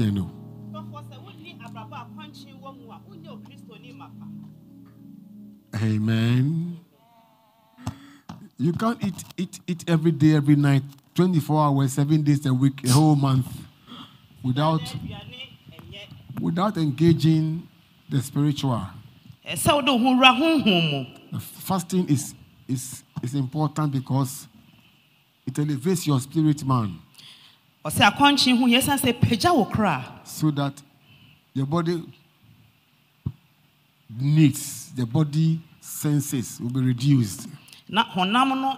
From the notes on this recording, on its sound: Preached at LCC Goshen